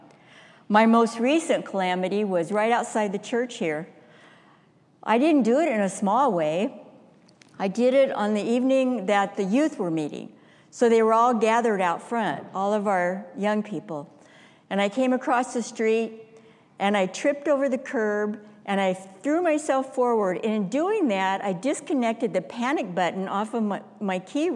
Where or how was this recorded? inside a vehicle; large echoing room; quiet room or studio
large echoing room